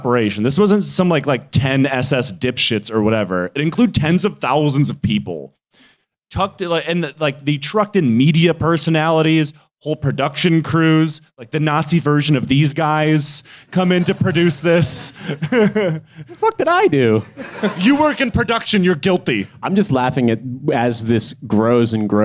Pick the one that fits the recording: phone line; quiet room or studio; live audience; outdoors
live audience